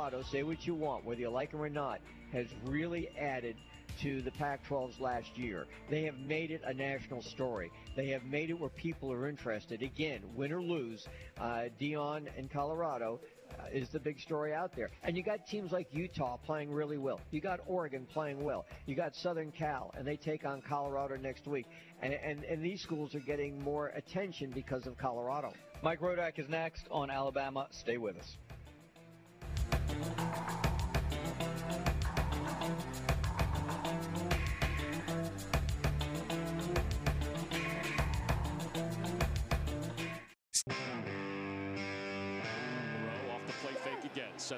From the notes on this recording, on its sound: Live from Wingfingers!